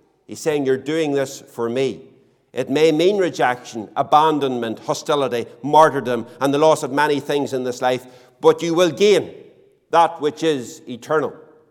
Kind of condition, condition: setting, large echoing room